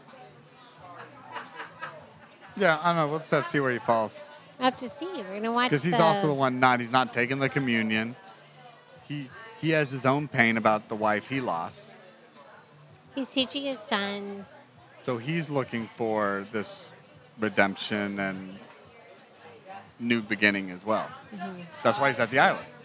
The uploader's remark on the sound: This episode was recorded over drinks and dinner at The Independent Bar and Cafe in Tampa, Florida.